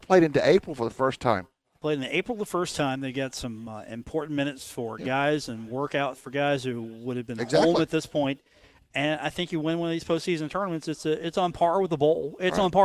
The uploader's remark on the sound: broadcast live from The Union Pub and Grill